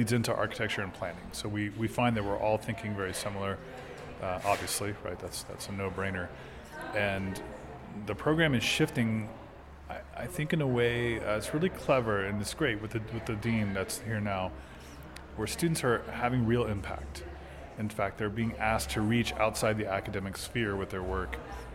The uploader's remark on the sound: live from day one of NCBDS 33